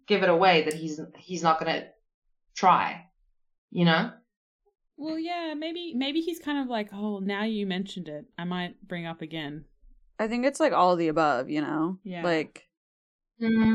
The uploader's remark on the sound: We've had to use some back up audio for this one, sorry for the dip in quality.